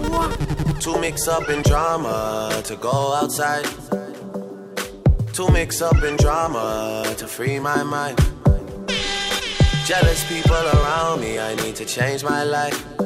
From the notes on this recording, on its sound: LIVE AT ISLAND SATURDAYS ON APRIL 29TH